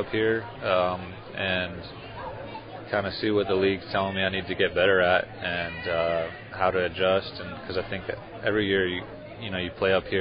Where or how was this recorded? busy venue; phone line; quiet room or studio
busy venue